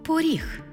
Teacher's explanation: Звук «о» наближається до звуку «у», що ми позначимо в транскрипції.